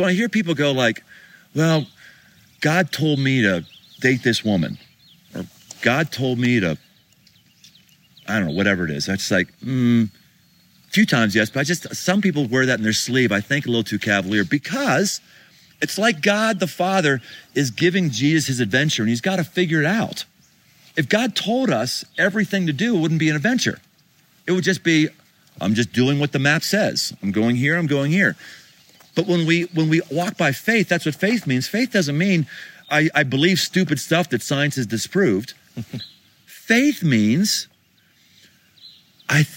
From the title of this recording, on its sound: Live from Pikes Peak